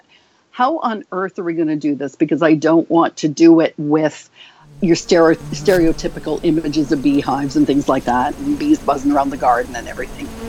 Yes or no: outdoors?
yes